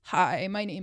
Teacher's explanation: So vocal fry is, it's a term for the way people talk to lower their voice. And there's like a creaky thing that happens when people get to a lower register